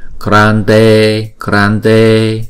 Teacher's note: không có dấu gạch ngang trên đầu nhưng chúng ta cũng vẫn phải đọc hai nhịp